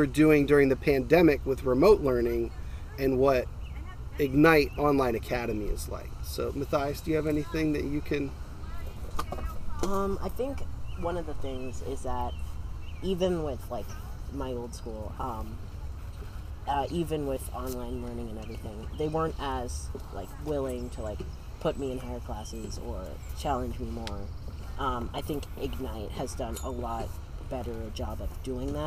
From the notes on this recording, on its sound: We recorded outside so the audio quality will not be what we're used to.